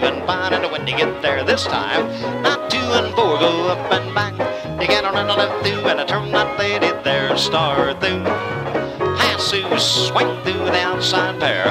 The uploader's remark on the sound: Track one from the 1976 Hi Hat Records Staff Trails-In Dance held in Stanton, CA.